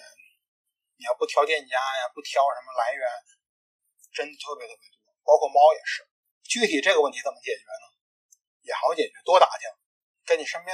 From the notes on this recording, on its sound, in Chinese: 第一次做，本期节目音质不佳。